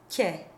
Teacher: This is a consonant we've run across before in Czech and Hungarian, where the fat part of your tongue touches the roof of your mouth instead of the K at the back of the tongue